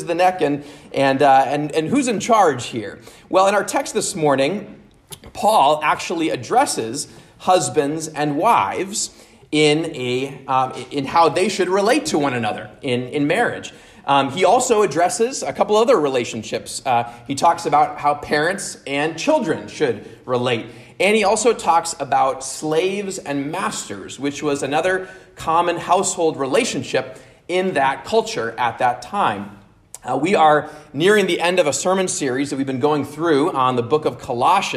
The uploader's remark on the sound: at Immanuel Lutheran Church in Pasadena, CA